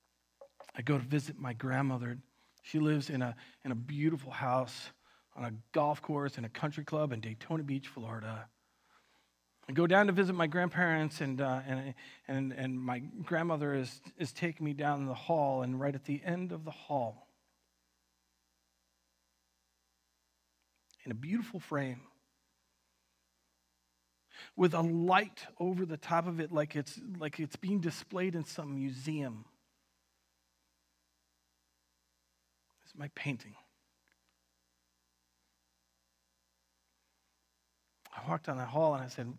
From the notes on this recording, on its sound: Recorded on October 25th, 2020 at Word of Life Church in Le Sueur, MN.